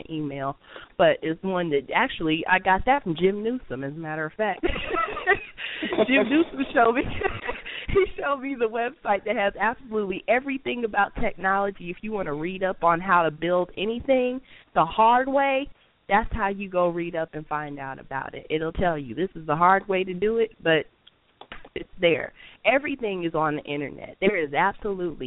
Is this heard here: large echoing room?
no